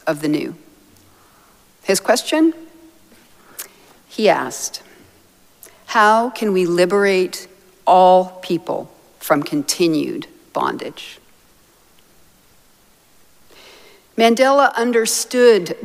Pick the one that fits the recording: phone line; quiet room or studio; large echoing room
large echoing room